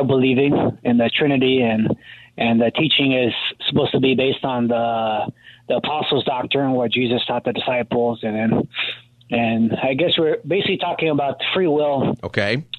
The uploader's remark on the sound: Open Phone Friday.